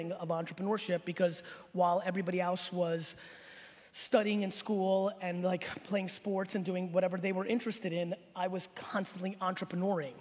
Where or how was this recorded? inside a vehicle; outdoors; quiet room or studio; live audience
live audience